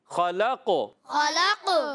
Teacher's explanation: خا حرف مستعلیہ میں سے موٹا پڑھیں گے